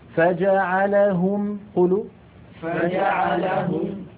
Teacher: فجعلهم الفاء من بطن الشفة السفلى مع أطراف الثنايا العليا. فجعلهم، هو الهاء من فين؟ من أقصى الحلق. الميم من فين؟ من الشفتين